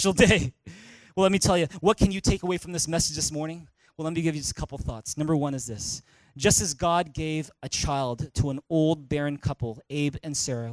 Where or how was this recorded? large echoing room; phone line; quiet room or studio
large echoing room